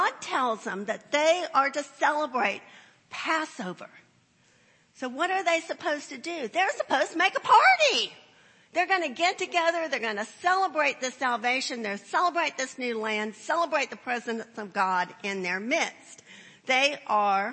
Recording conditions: large echoing room